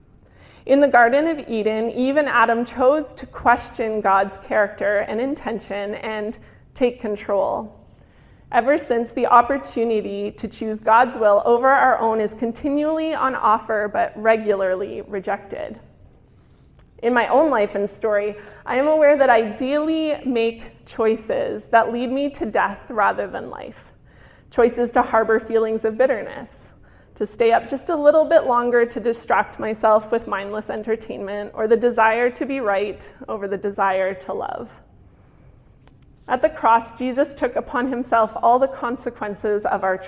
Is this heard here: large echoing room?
yes